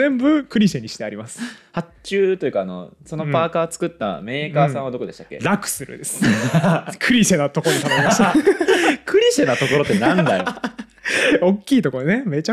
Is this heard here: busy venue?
no